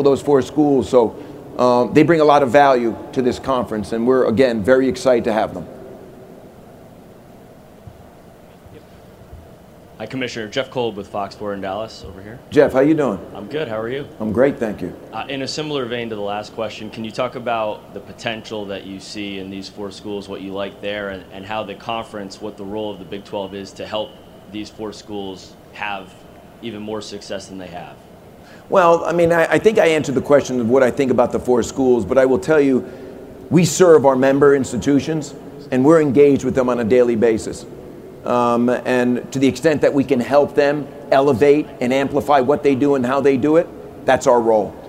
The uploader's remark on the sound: Press conference at Big 12 Football Media Days.